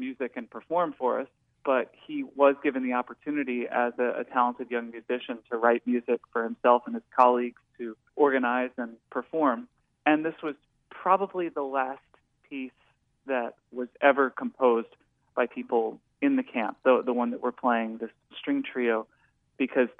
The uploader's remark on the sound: joins us by phone.